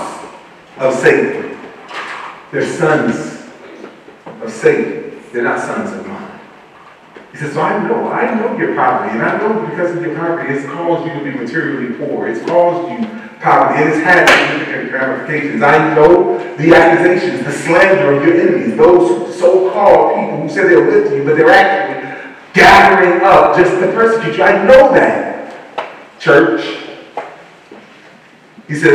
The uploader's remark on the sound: Once Again we apologize for the poor audio quality